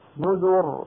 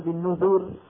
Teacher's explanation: أما خذوا مثلا كذبت ثمود بالنذر، هذه ما فيها ياء محذوفة، فمن وقف عليها كذبت ثمود بالنذر، نذر بتفخيم الراء · Shown in: first take